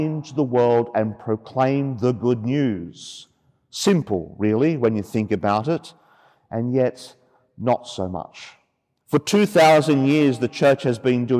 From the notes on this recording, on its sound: The homily for the Solemnity of Pentecost Sunday, Year B, from Sacred Heart Cathedral, Hamilton.